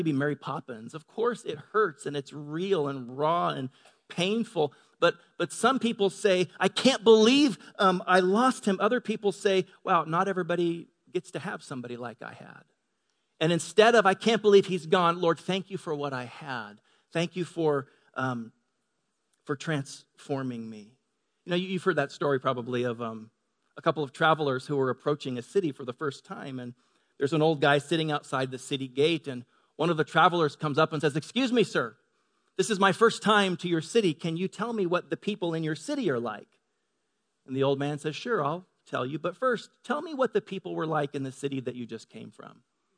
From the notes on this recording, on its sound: Delivered on 18 March 2018 at Grace Church of La Verne. Delivered on 18 March 2018 at Grace Church of La Verne.